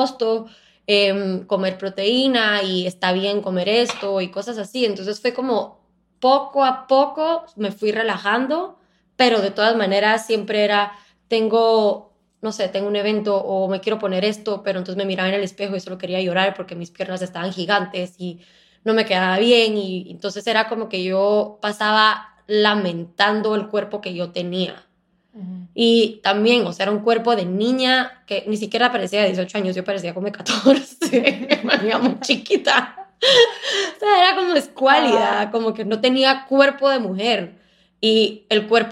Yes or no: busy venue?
no